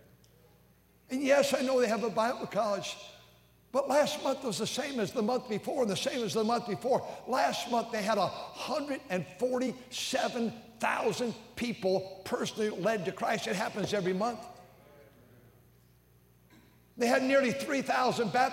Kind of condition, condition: setting, large echoing room